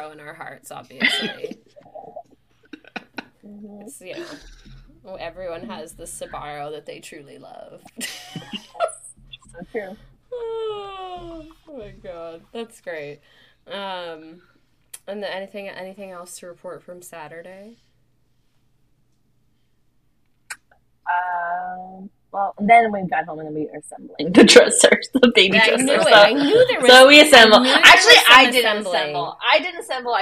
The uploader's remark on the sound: An apology about the audio quality this week. Her audio fluctuates throughout.